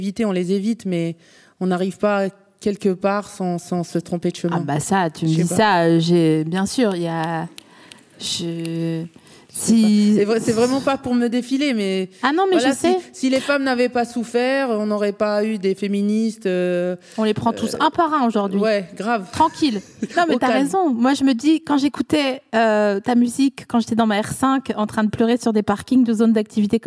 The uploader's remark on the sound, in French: Enregistré en mars 2022 à la Scala Paris.